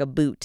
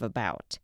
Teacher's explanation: this thing called Canadian raising, which is basically where you say things like a boot instead of about · Shown in: first take